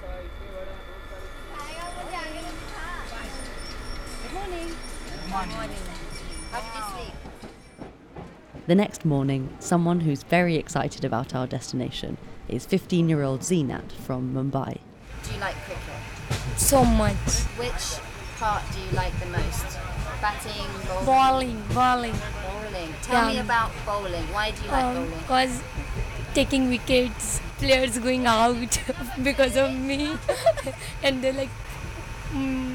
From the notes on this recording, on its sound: Journey 1300km to the Street Child Cricket World Cup, India 2023….by train. You'll hear the sounds of the train.